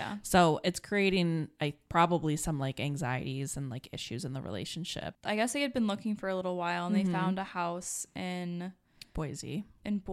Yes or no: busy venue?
no